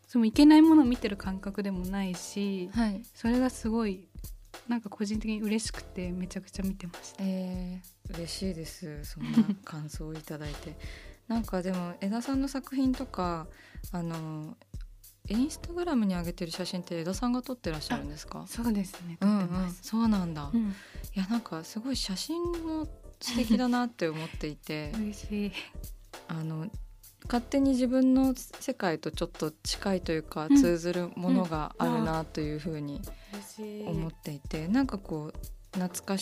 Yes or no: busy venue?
no